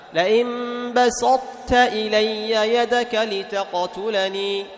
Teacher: لذهاب الحرف الذي هو الطاء وبقى صفتها التي هي الإطباق · Term: إدغام غير محض